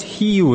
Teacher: It's two distinct syllables, Hiu, but no W.